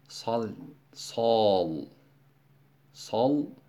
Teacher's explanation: bak lamı kalın okuyoruz. Sa diye satla lamın arasına elif gelmiş.